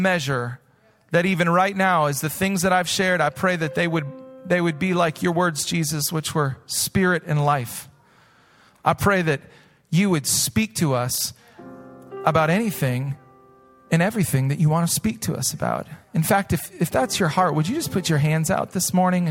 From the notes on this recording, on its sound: Recorded live at Hope Church in Springfield, Mo.